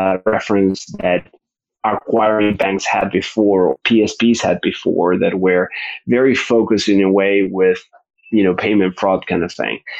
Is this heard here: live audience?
no